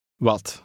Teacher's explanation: The Dutch W has a sound that lies between the English sounds V and W.